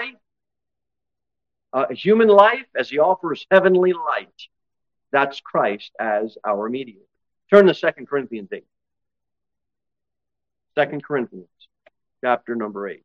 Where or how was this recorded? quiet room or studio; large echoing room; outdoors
large echoing room